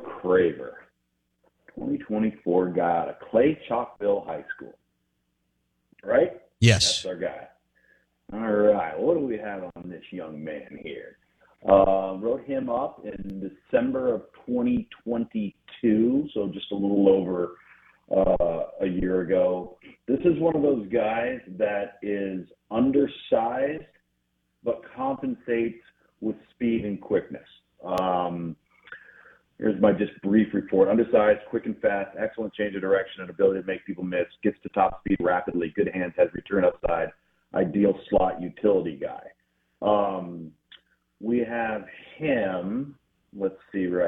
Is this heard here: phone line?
yes